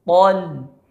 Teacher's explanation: Po tebal, lam setelahnya tipis.